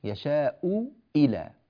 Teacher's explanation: الأولى مضمومة والثانية مكسورة، وهاتان الهمزتان فيهما وجهان